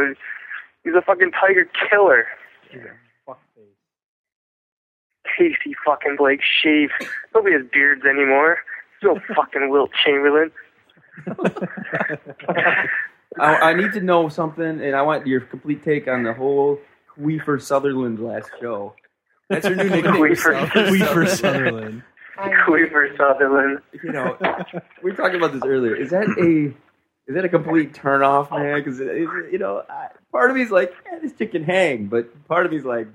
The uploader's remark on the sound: on the phones